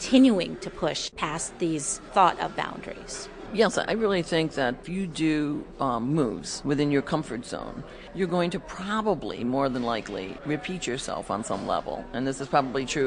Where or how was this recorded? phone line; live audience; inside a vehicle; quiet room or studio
live audience